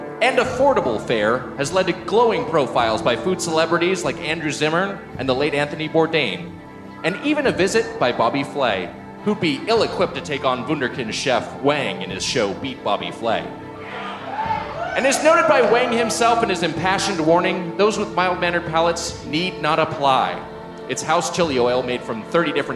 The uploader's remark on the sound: Recorded live at the Gramercy Theatre in NYC.